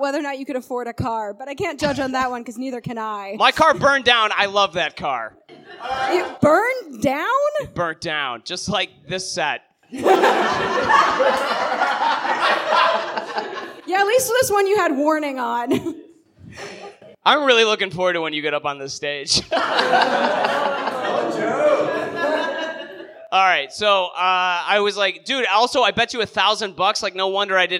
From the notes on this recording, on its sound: LIVE from Chicago. Recorded at North Bar on June 28, 2019.